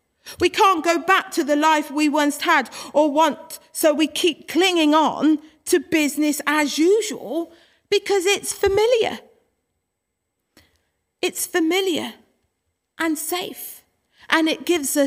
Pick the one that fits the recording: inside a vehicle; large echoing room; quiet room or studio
large echoing room